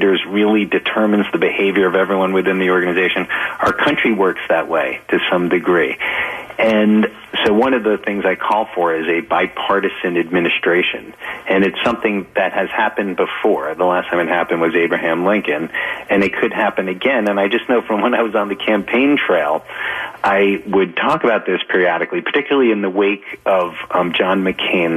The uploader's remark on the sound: via phone